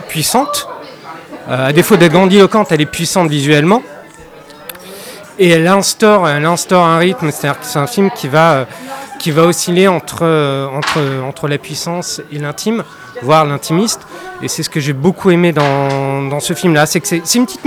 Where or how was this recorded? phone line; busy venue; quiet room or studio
busy venue